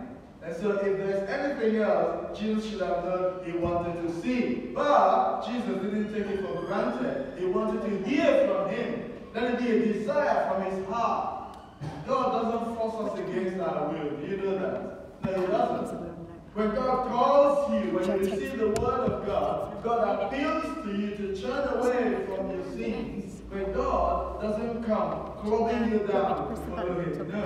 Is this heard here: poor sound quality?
yes